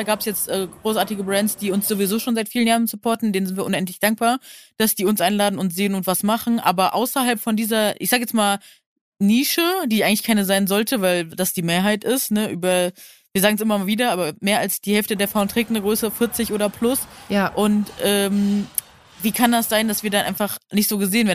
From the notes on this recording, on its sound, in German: Ja, ihr hört’s - der Wiesn! In authentischster Paulanerzelt-Atmosphäre mit perfektem Blick aufs feiernde Publikum.